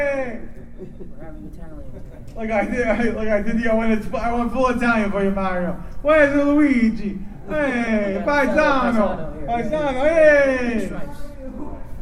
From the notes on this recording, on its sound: Playing the audio of the panel. Wizard World Fort Lauderdale, Florida.